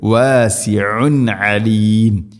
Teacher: ഐനിൻ്റെ മഖ്റജ് തൊണ്ടയുടെ മധ്യഭാഗം, കൃത്യമായിട്ട് ശ്രദ്ധിച്ച് പറയണം